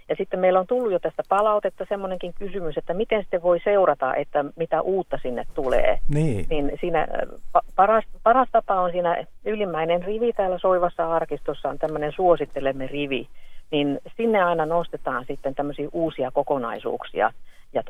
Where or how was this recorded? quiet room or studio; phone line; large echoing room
phone line